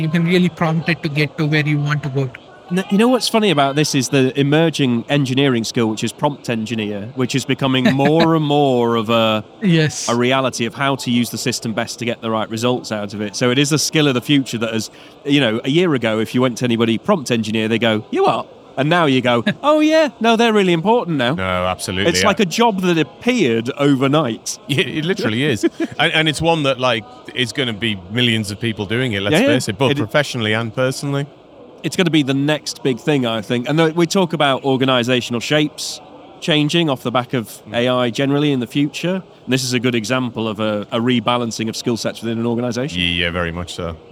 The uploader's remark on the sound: We are live from AWS re:Invent 2023 in Las Vegas, direct from the Expo floor.